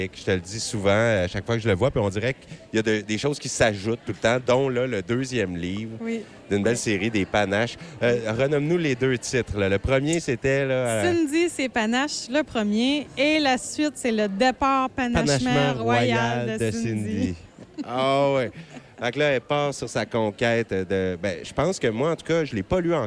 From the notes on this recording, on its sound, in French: Qui nous parle en direct du marché de Noël de l'école Marie-Gaétane de Kedgwick.